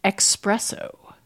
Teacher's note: We have the insertion of a k sound.